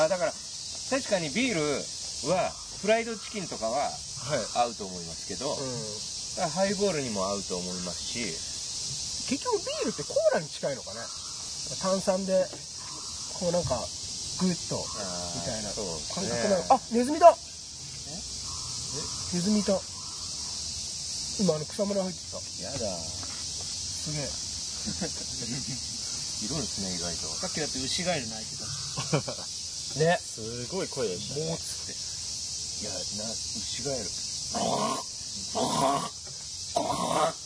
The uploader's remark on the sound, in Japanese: 先週に引き続き池のほとりで収録。なぞの生き物の声が気になります！